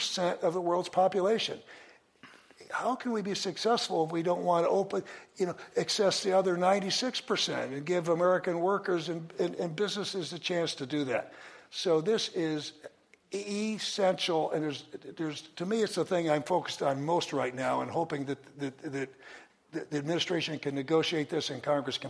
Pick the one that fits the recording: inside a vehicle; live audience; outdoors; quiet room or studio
live audience